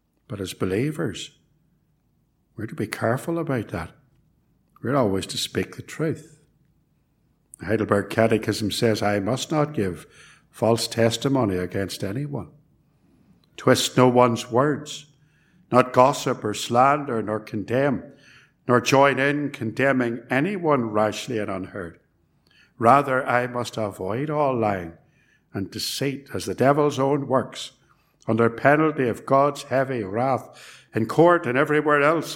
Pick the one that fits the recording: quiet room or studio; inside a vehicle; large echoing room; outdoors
large echoing room